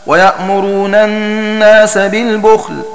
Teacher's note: وقرأ حمزة والكسائي ويأمرون الناس بالبخل هنا وفي الحديد بفتح سكون الخاء وفتح ضم الباء، فتكون قراءة الباقين بسكون الخاء وضم الباء